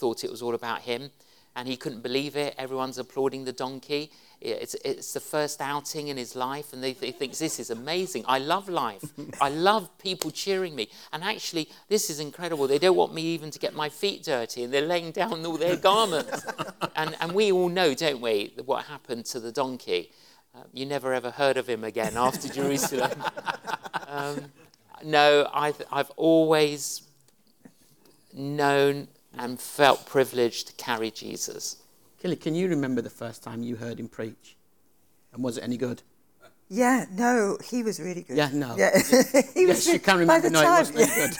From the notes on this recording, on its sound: In Conversation at the Evangelists' Conference 2023.